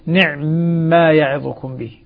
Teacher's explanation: هي مسألة إسكان العين مع تشديد الميم لقالون وأبي عمرو وشعبة